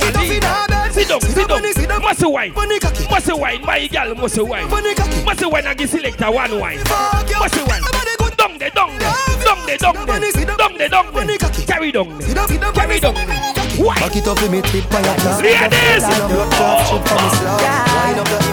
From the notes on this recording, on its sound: LIVE AT TIPSY THURSDAYS.